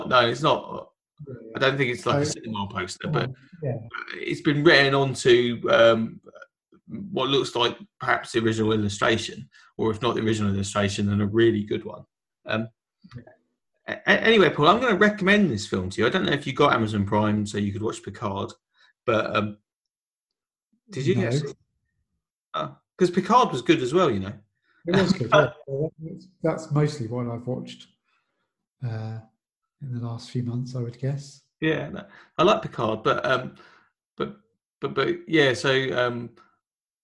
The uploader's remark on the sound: Lockdown Special. The special bit is that we've worked out how to record over the internet so expect more episodes very soon.